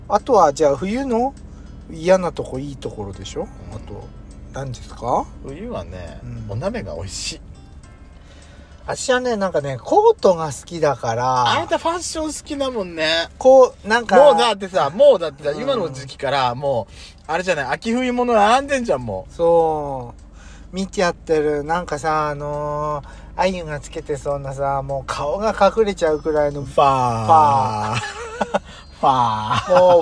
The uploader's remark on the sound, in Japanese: 2人組。パーキング収録。